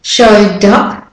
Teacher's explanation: the D joins to the U, and show up, the W joins to the U as well.